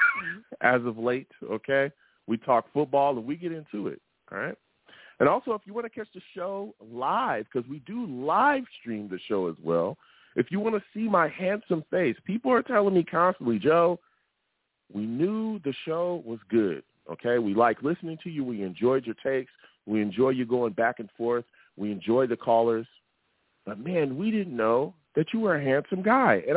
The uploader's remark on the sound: I take live callers!